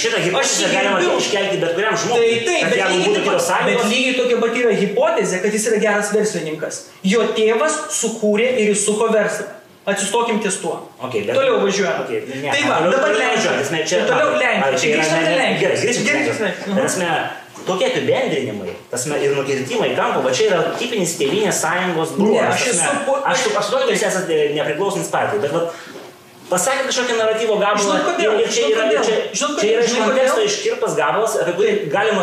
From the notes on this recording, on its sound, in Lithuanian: Atsiprašau už garso kokybę, bet epizodas suteiks aštrių pojūčių net ir su techniniais nesklandumais.